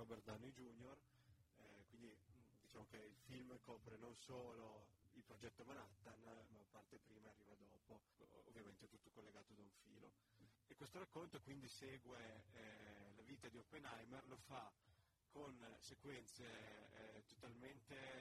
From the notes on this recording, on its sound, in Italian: Con una puntata registrata direttamente dal Lido di Venezia durante la mostra del cinema.